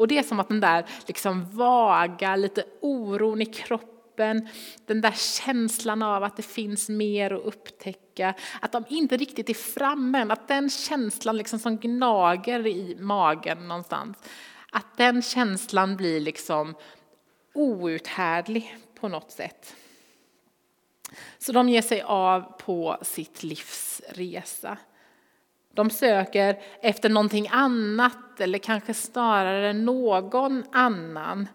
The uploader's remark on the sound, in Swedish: Inspelning från Immanuelskyrkan Skövde.